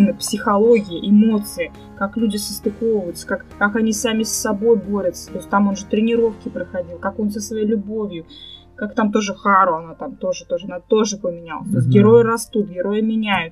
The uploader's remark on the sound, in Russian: Друзья, в начале хочу сказать, что немного напортачили со звуком